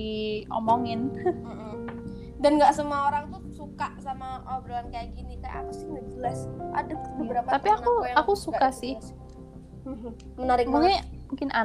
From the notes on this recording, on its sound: I am so sorry for the dramatic backsound bcs i have no idea since i just want to publish this podcast as soon as possible.